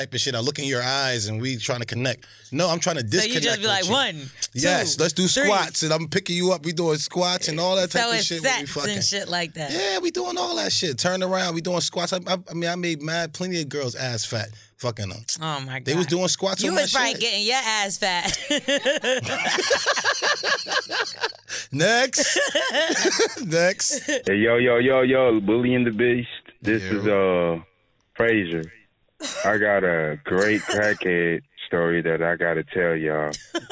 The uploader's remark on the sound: This episode we got some more voicemails. We opened up the phone lines to see if any of our listener are in need of advice.